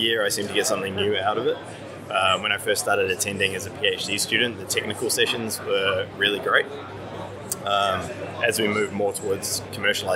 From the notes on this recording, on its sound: In this special FAST CAST from TechConnect World 2018.